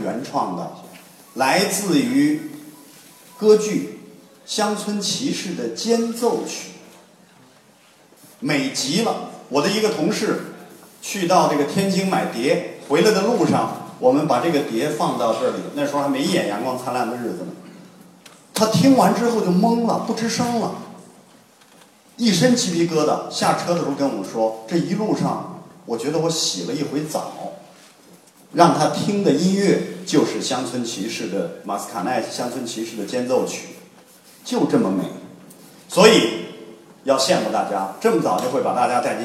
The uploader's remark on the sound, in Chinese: 丰台十二中，一堂别开生面的歌剧艺术课正式开讲！更有多位青年艺术家现场演示，还专门设计了让学生互动体验的精彩环节。现场笑声阵阵。